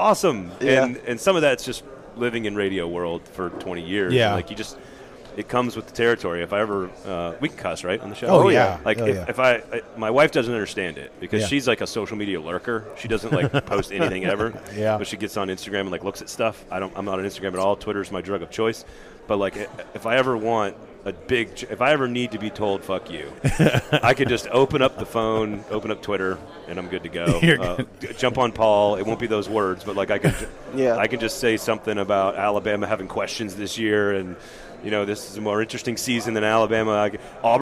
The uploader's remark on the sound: joined us live during 2023 SEC Media Days from Nashville Tennessee